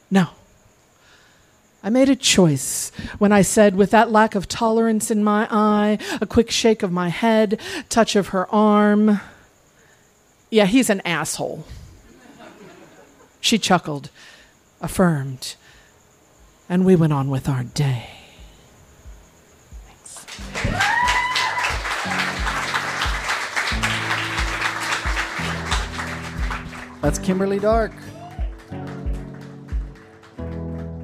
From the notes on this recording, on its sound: Recorded live on 13 October 2015 at Tiger!Tiger! Tavern in San Diego, California.